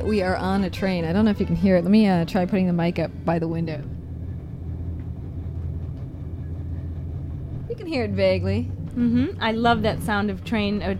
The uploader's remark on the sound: This episode that we recorded on a train between Rome and Orvieto way back in 2014. While the Umbrian countryside whooshes along outside the window.